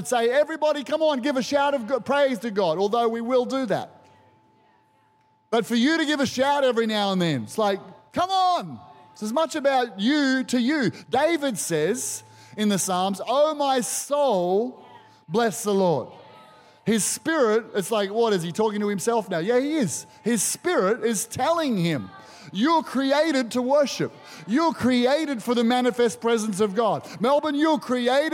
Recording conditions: large echoing room